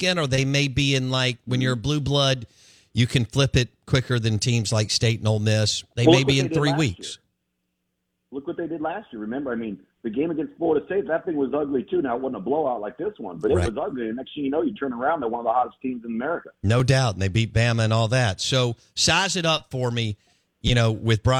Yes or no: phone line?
yes